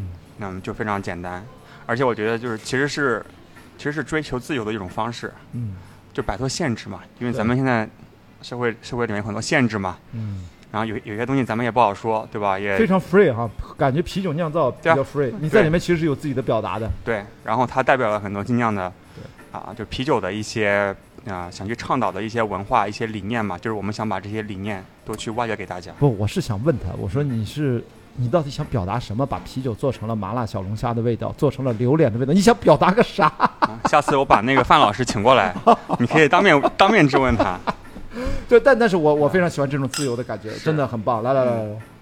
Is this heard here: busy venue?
yes